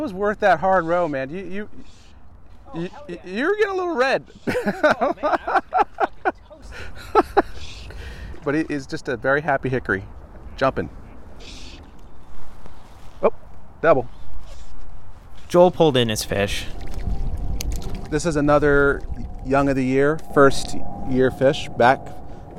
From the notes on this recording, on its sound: we row our way out into Fletchers Cove on Washington DC's Potomac River